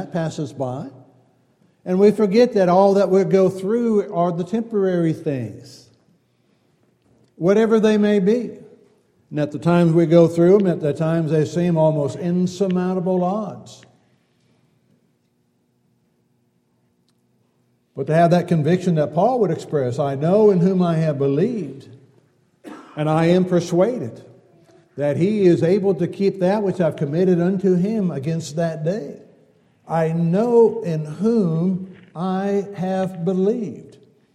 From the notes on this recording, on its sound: Downtown Church Of Christ Audio Sermon